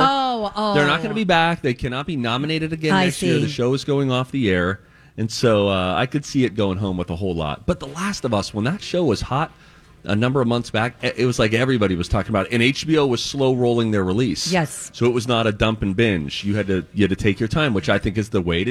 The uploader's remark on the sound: On Location at Popped Corn in Minnetonka